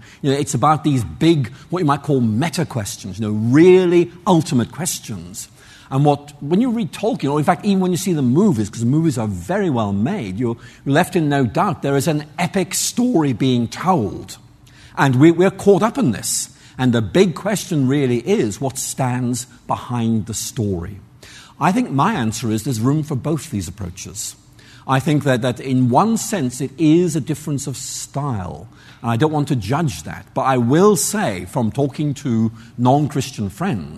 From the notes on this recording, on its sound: answers audience questions following his lecture